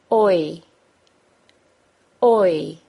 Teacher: They are both two-sound vowels, meaning they are a combination of a vowel sound and a W sound or Y sound. Can you hear the Y sound at the end of the OI sound?